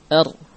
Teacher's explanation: ra memiliki sifat di antaranya takrir. Ada getaran pada ujung lidah.